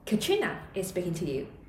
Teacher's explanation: In English, when answering such questions starting with WH words, we use prosody to emphasize the answer, with a higher pitch on Katrina and lower pitch afterwards